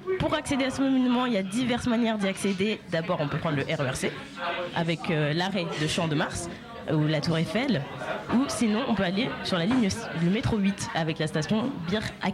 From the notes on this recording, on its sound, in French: Pour cet épisode spécial fête, nous étions en direct ! Accompagné de nombreux membres de Radio Campus Paris, tout s’est déroulé en direct depuis le bar “Le Barbier de Bastille”.